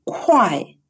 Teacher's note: «Уай» произносится как сочетание русских звуков «уай», где «у» очень короткое